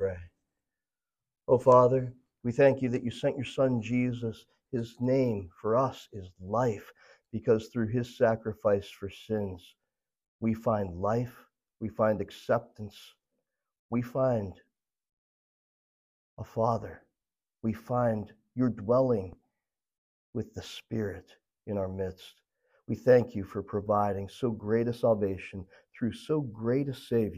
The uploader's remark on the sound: This message was originally delivered at Memory Chapel on Sunday April 23, 2023.